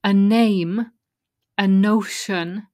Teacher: the N from the final letter of the first word joins to the next word if it's a vowel. So a name, a notion, sounds like a name or an ocean.